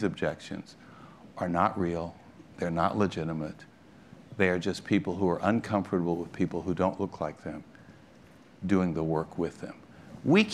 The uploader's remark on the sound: This session, recorded at PRovoke19